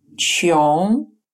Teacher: Следующая носовая финаль – это финаль, которая произносится как сочетание русских звуков «ён», только звук «н» носовой.